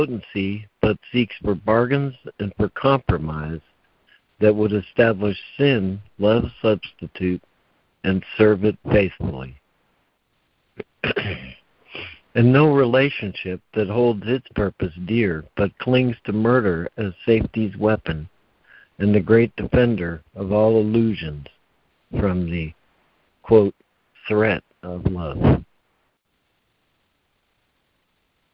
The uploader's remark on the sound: ACIM Daily Conference Call.